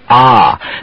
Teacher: It's usually spelled with the letter O, the short O, I call it, even though in most standard American speech we pronounce it as a completely unrounded ah